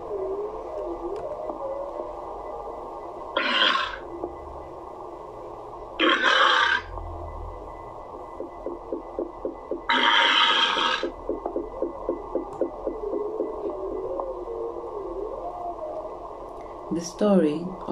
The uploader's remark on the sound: The sound scape is recording of the the artcic sea by the site of the Ocean conservation research. Today there is a walrus accompaning the reading.